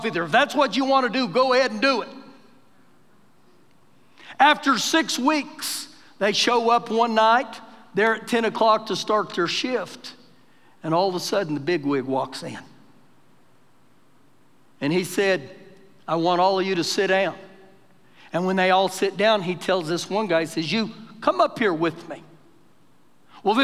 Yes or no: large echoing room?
yes